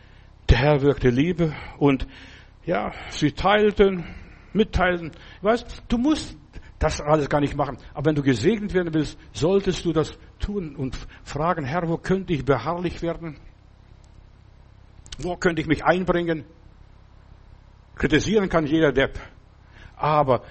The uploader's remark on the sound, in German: im Gemeinde-Zentrum in Berlin aufgenommen